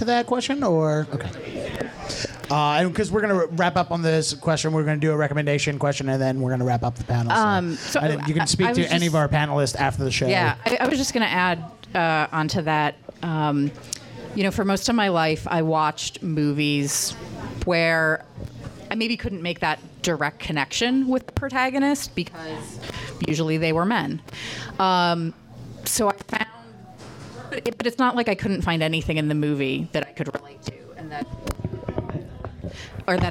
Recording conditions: busy venue